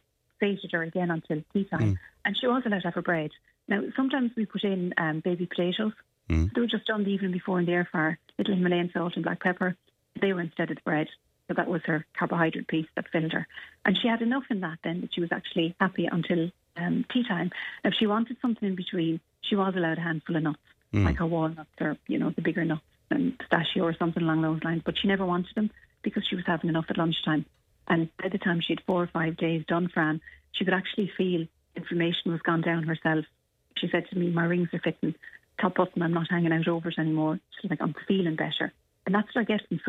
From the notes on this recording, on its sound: on the phone this morning